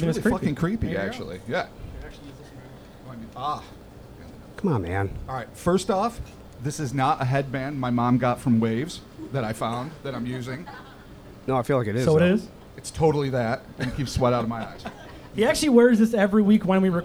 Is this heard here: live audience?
yes